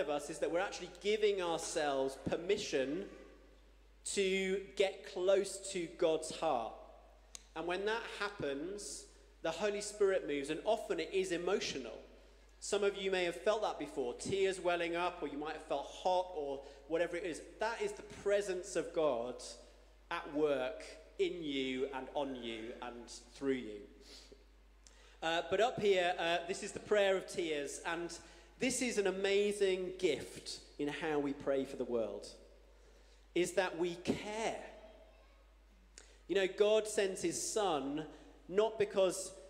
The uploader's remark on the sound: Streamed live at St Paul's Shadwell on Sunday, 14 January 2024